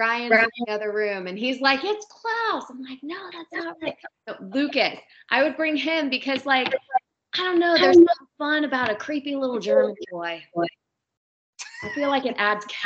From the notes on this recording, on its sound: We do apologize for the sound throughout the interview as there is some echoing and other funky sounds